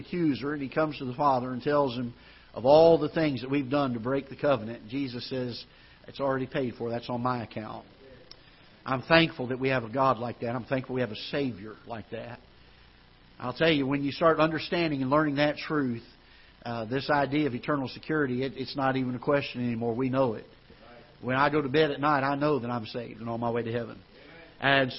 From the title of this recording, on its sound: Ketha Heights Baptist Church ~ Live Broadcast